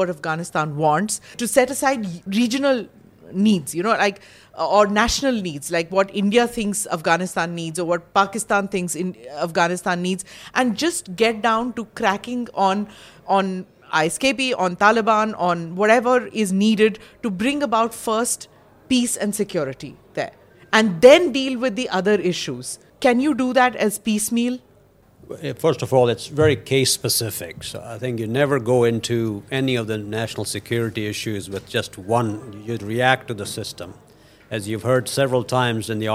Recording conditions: live audience